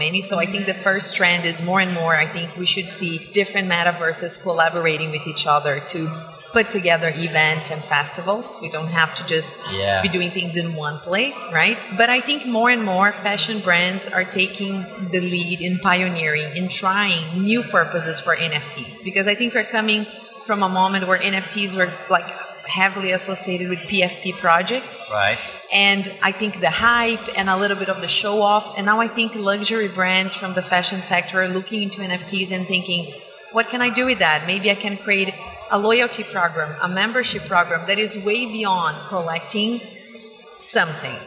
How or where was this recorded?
busy venue